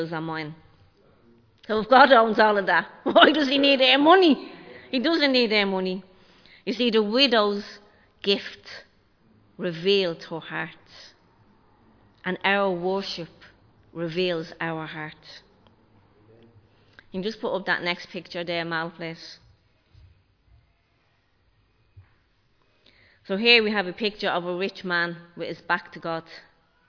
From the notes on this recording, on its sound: Recorded live in Liberty Church on 5 February 2023